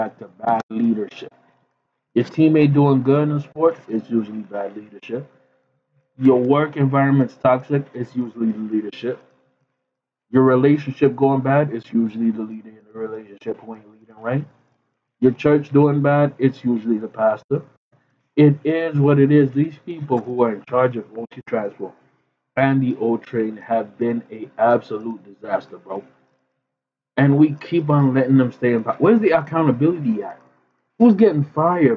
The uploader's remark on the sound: Apologies for the trash audio, we had a mic issue.